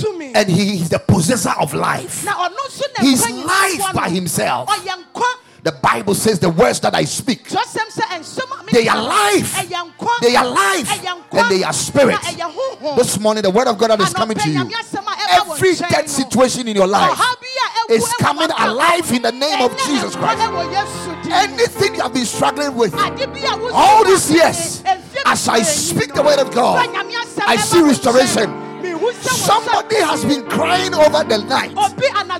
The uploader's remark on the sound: Preached at the Royal Service.